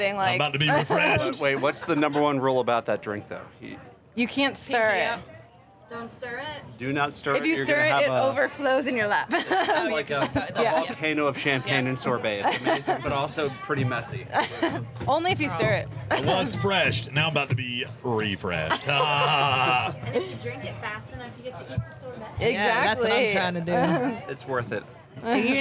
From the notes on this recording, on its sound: The Outer Banks This Week Podcast goes on location! Record live at The Wreck Tiki Bar in Hatteras Village.